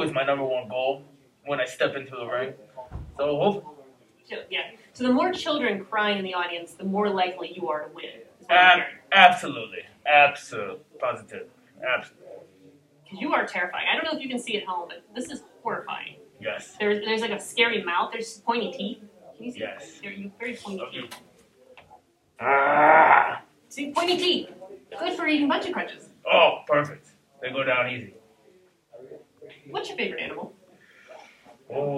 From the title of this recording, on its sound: Indy Mayhem Show On Location: Frightmare